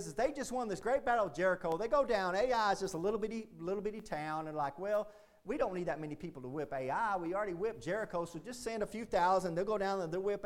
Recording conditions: large echoing room